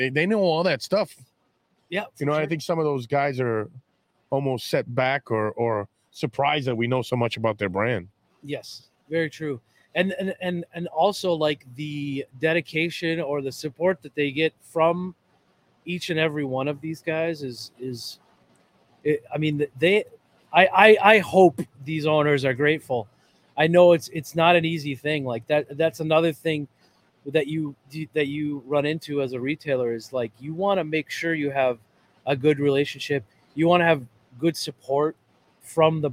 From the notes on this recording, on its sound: Listen in as we visit Ramsey Smoke Shop, one of the hidden gem cigar shops in the Twin Cities area.